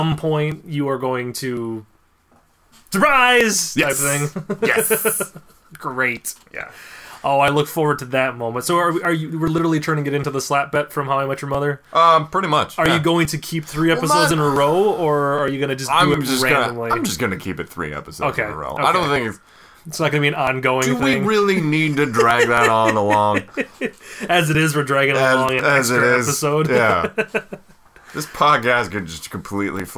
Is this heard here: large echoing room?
no